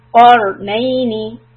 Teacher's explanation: we also want to stay on the ra for a fraction of a second